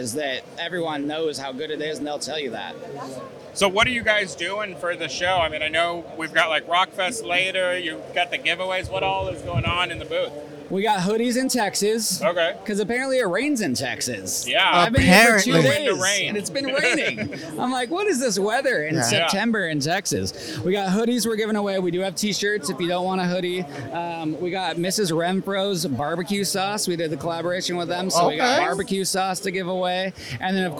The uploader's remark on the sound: go live from the Graphics Pro Expo, right from the ROQ booth